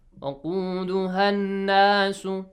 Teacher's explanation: ألف مد long vowel will be changed to short vowel. Short vowel.